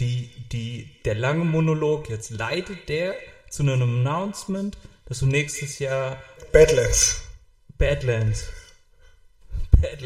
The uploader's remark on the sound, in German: Ton leider mit etwas Hall.